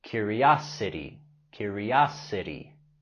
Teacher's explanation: La T en curiosity lo pronunciamos tal cual la R suave en español.